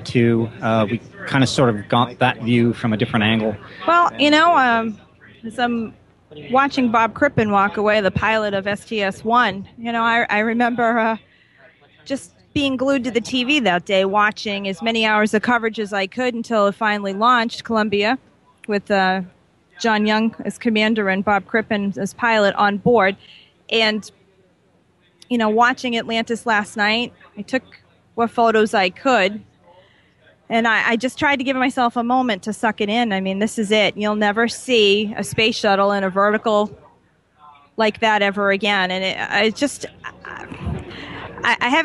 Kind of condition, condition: setting, busy venue